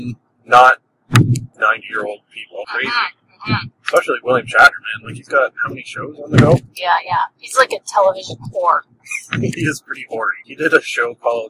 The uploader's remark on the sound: Apologies for the audio quality! When I record these by myself it is for some reason much more easy to get the audio sounding at least half way decent...